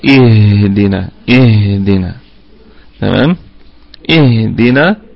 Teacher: الدال قلقلة نسبية لأنها متحركة، والنون في أقل درجات الغنة لأنها مفتوحة، وكمان فيها مد طبيعي وقفا، نركز في المسألة دي، وهو محذوف وصلا للتخلص من التقاء الساكنين.